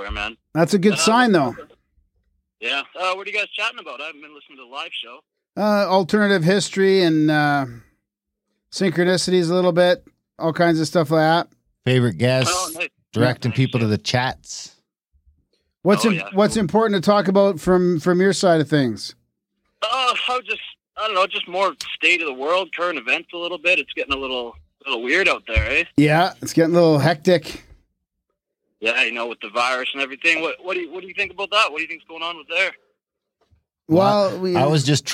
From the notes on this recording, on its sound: We host our first ever real call-in show type podcast. A big thanks to all the listeners who called.